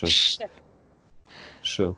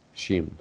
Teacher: Значит, значит, он не равен русской букве, русскому звуку Ш, потому что русский звук Ш, он более шипящий. А северо-иронская Ш, она где-то находится посередине между С, свистящей, и русской шипящей Ш. Ну, как будто вот колесо машины спускает, да, такой Ш.